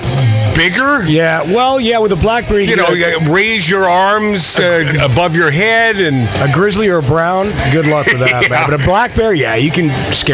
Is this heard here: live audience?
no